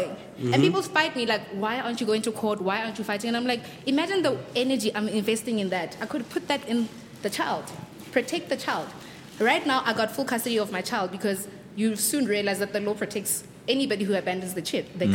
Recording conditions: live audience